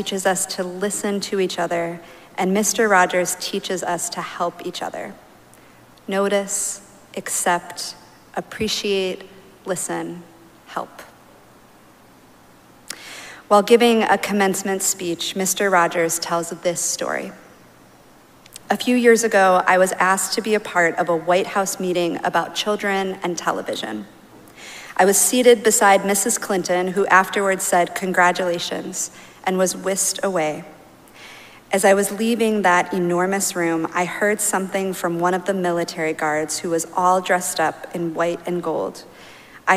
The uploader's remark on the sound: Recorded live at Arlington Street Church.